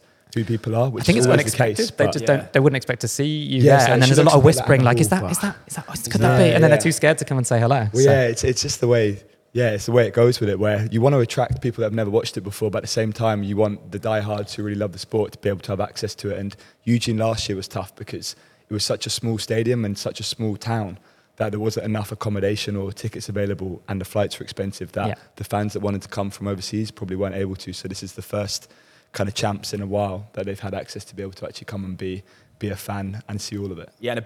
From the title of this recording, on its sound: LIVE From The World Athletics Championships In Budapest